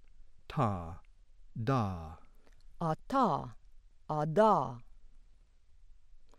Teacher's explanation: the alveolars, made by the tongue tip against the alveolar ridge